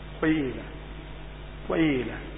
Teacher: بحركة مركبة من حركتين ضم وكسر، وجزء الضم مقدم وهو الأقل، ويليه جزء الكسر وهو الأكثر · Term: الإشمام